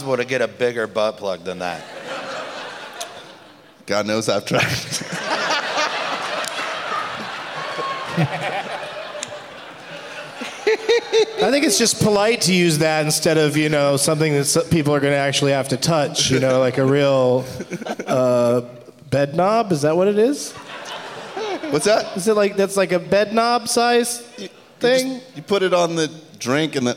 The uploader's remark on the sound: Live from Thalia Hall in Chicago